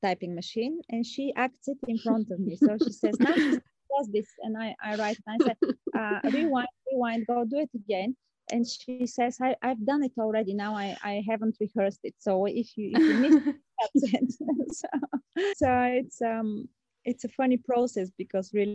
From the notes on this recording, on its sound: There were some sound and connection issues over Zoom (they were calling from Paris, not me, as it may have sounded in the intro!).